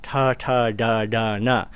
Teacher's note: Next is what we call the cerebral, also retroflex, because the tongue curls back and touches the top of the mouth. You get ta, ta, da, da, na, a very distinctive sound among Indian speakers of English, but we don't have that sound in our American or Western English.